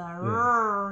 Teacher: Yeah, the R sound, like the rrr. They really roll their tongue on that R sound